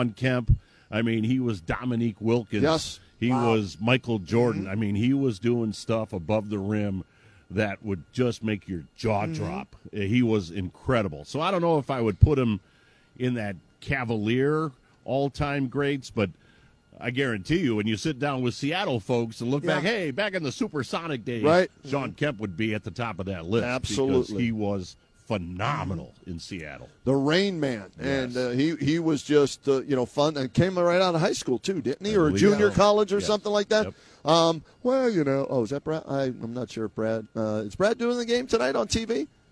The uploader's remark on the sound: Live from Rocket Mortgage Fieldhouse.